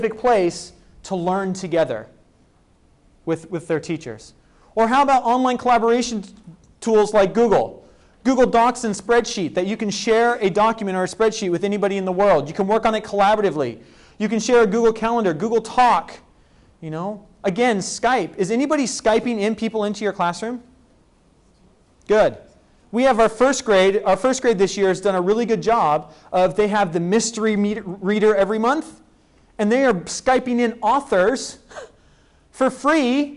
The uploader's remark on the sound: was given at the ECIS Admin conference in April 2009.